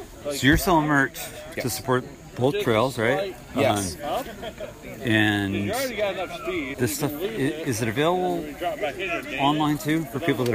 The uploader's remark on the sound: Spontaneous podcast recording can be difficult when trying to cover a lot of mini-interviews. In between the interviews during the comp I recorded the atmosphere during the event to give you all the sounds of riding with fans shouting their approval.